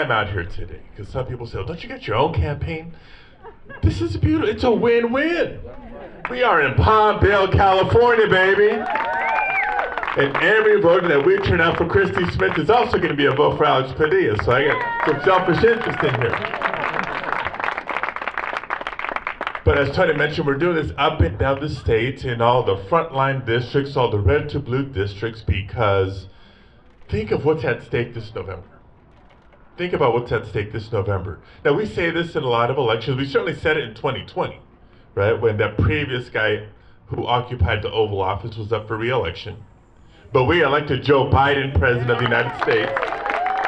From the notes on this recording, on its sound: take you live from the field at last weekend’s canvass and rally